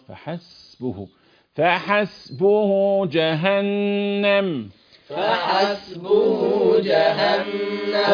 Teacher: انما السين ما فيهاش حبس، فيها جريان نفس، فيها جريان صوت